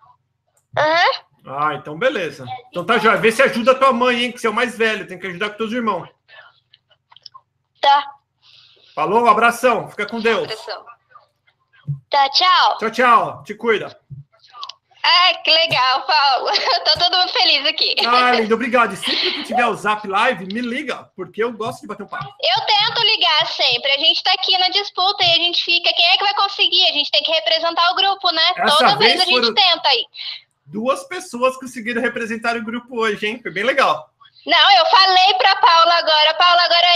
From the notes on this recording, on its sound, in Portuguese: Vou atender você ao vivo via WhatsApp e responder as suas dúvidas sobre os EUA!